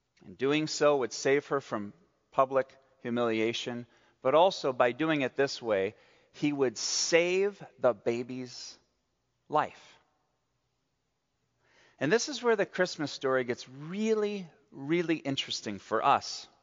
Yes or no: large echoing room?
yes